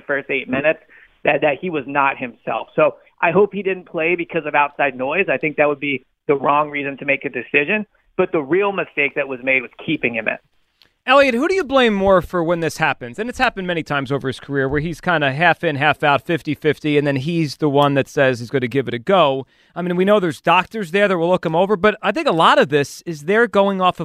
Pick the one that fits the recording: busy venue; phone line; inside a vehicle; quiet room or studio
phone line